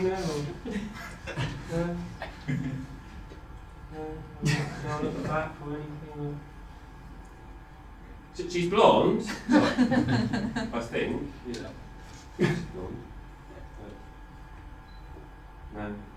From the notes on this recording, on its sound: Extracts from the live Stand Up Tragedy that happened at The Leicester Square Theatre on Monday 6th February 2012.